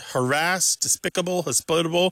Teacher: they're all moving that pronunciation, that stress in the pronunciation, to the second syllable